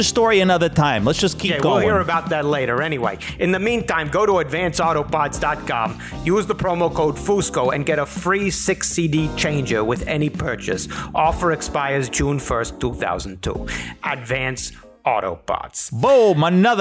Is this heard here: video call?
no